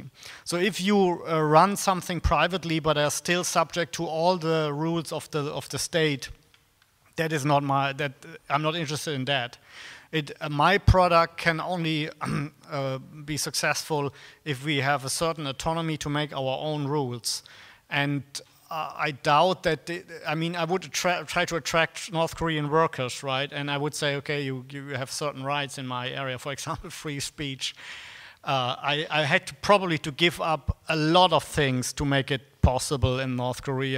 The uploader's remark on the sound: Discussion, Q&A (PFS 2017)